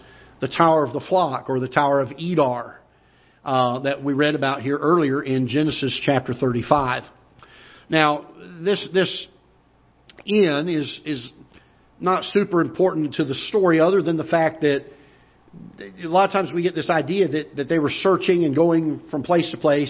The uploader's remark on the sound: Ketha Heights Baptist Church ~ Live Broadcast.